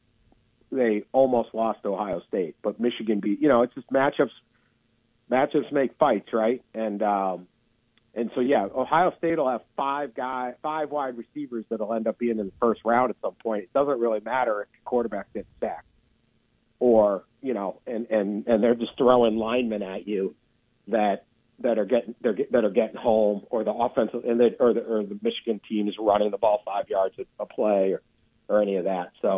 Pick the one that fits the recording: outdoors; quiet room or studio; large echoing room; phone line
phone line